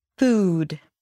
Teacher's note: And then there's that extra W at the end. · IPA: fuːd